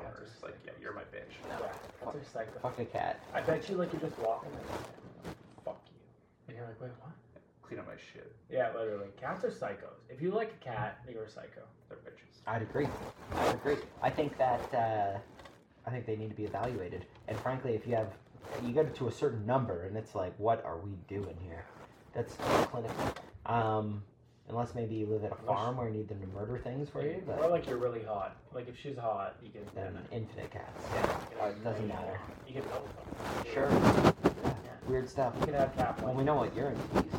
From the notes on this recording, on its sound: The brothers are joined by an old friend, but quickly fall victim to a cyber attack, damaging the audio for this episode.